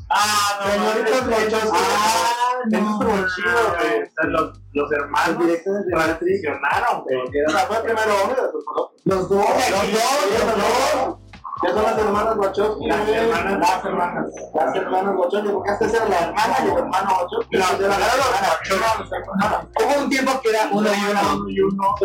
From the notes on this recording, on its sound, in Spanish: Disculpen que el audio quedara de la chingada, ahora sabemos que el micrófono no funciona en exteriores.